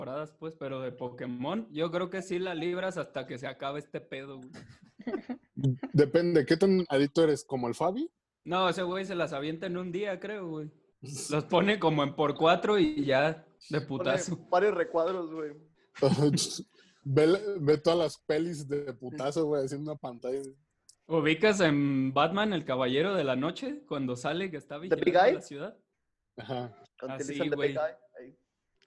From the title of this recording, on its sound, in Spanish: videollamada, todos en cuarentena. *En vivo desde casa.